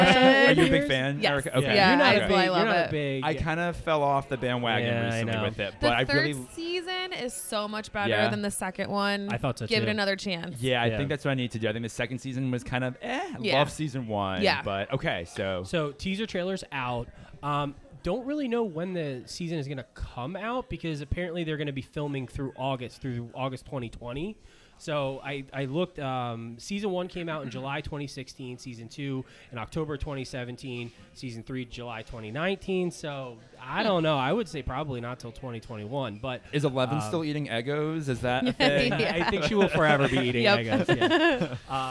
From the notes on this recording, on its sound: LIVE FROM MANATAWNY STILLWORKS ON EAST PASSYUNK AVE